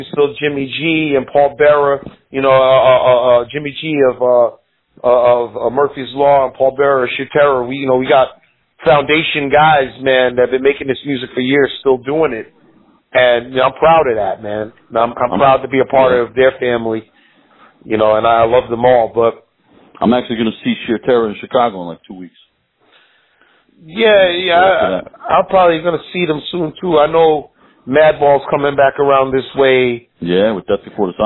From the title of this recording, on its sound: On the phone